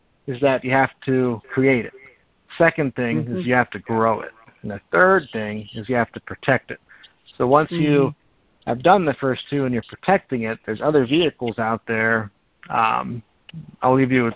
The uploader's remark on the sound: Gold Club Q&A Call